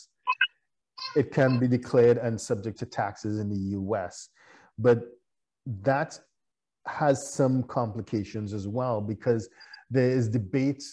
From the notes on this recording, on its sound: (LIVESTREAM). For those joining us on Zoom.